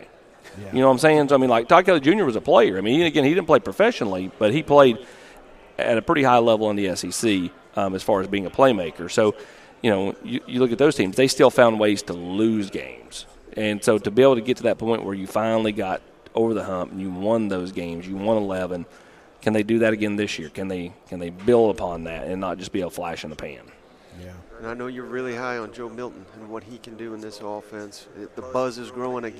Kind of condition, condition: setting, busy venue